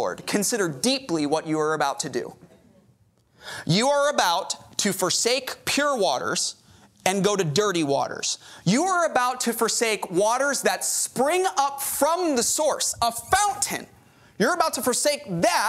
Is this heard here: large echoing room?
yes